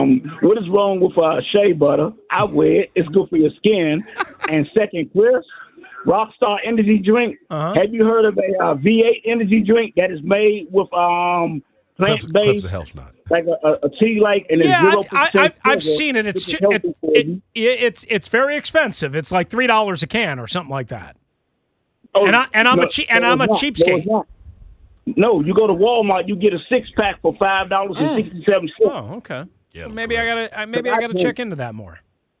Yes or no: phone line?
yes